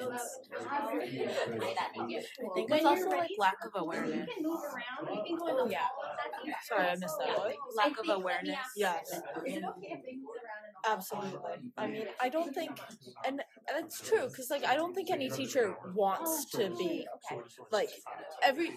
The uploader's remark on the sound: Recorded their own session during the MSAA Conference in Boston in January, interviewing other students.